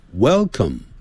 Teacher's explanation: 有一个 L, W-E-L,所以那个 well,舌尖抵上去。Welcome. Come 是肚子饿的那个饿 come,不是 come.